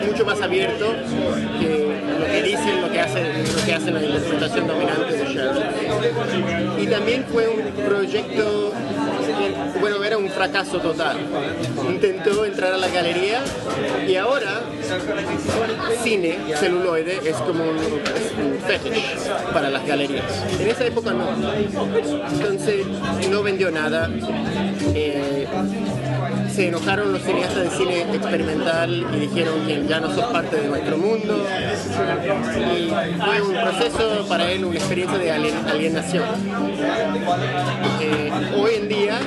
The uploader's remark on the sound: live from Café Kick--in Spanish